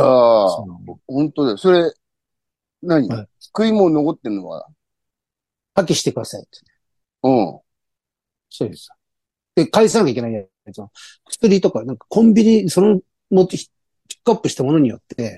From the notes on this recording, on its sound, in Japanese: ZOOMで収録